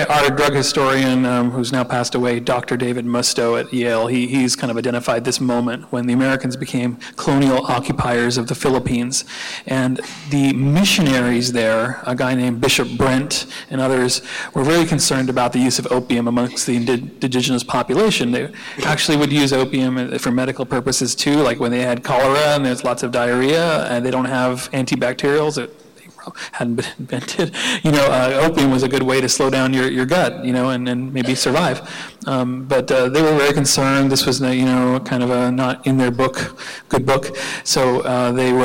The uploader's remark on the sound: The Drug Policy Alliance and the New York Academy of Medicine hosted a free conference marking the 70th Anniversary of the report. This audio clip was recorded at the symposium on May 1st.